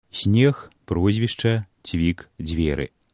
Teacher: У гэтых беларускіх словах гучаць мяккія, крыху заценнем шапялявасці гукі. Падкрэслена мяккія зе, се, дзе, це, яскравая рыса гукавой сістэмы нашай мовы. Пры карэктным беларускім вымаўленні зычныя абавязкова прыкметна памякчаюцца перад наступнымі мяккімі гукамі.